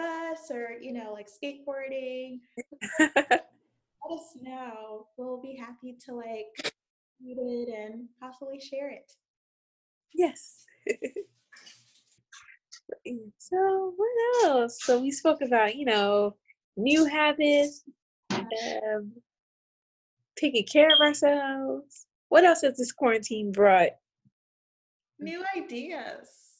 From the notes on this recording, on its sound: We are recording on Zoom! Since being quarantined, we’ve been coming up with new ways to deliver content from our homes to yours.